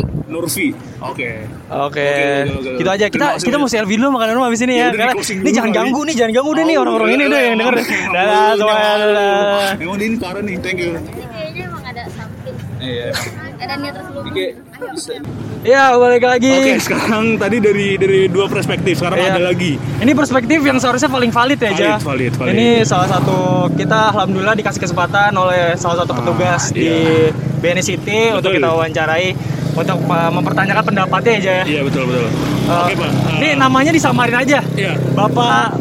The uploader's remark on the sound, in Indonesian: Pusat lokasi dari kiblat fashion dunia sekarang aka CFW. Live podcast di CFW.